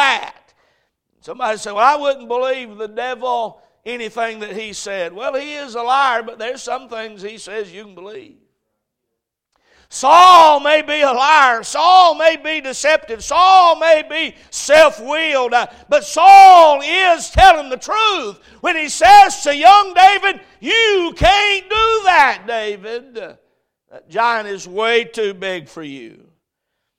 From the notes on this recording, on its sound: A message preached at Crossroads Baptist Church